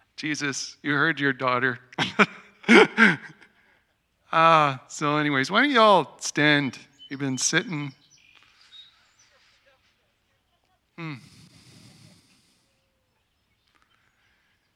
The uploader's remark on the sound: Today's gathering marks our first Outdoor Service and audio recording from high atop the Knutsford Hills. A small group of people from among our Vineyard family and friends gathered to share in worship, teaching and prayer.